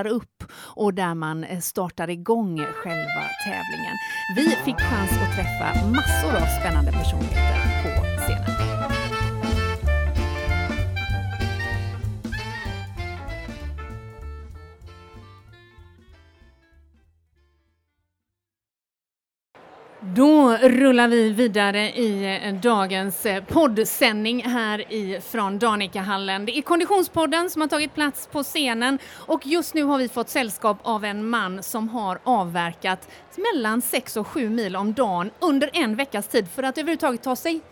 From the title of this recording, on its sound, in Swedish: Live från Asics STHLM Marathon